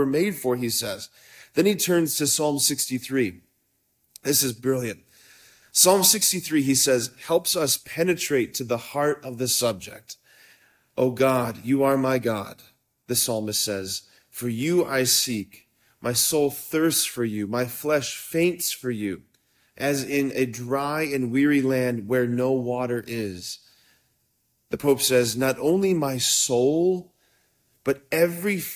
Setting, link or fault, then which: setting, large echoing room